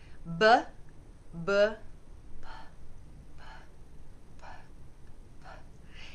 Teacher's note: If you whisper b, this is p.